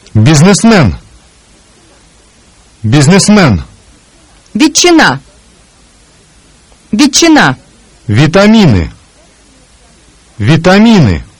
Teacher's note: When the Russian letters Е or И come two syllables before the accent or after the accent, they are pronounced with even less emphasis. We have not indicated this difference in our transcription, but you will certainly hear it.